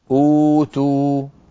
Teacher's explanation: تبدل الهمزة الثانية واوا فيقولون أوتوا · Term: مد البدل